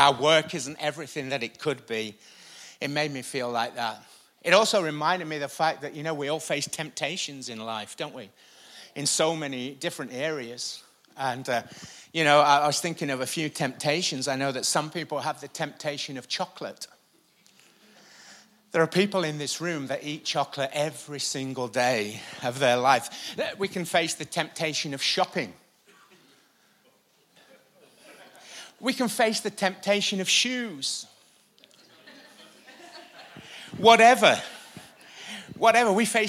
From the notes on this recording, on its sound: Recorded live at the Chesterfield Campus this is the message from the morning service on the 23rd February 20.